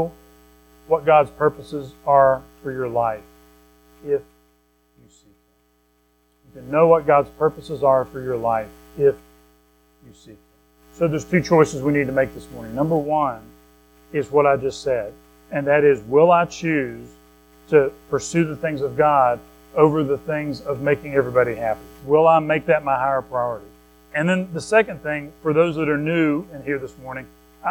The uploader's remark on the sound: Recorded at Madison Baptist Church in Madison WV